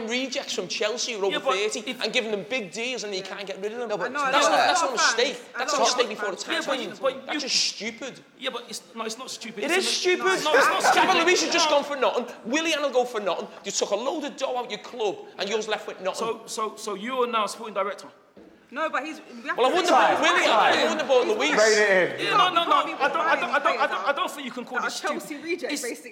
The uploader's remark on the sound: Live Fan Debate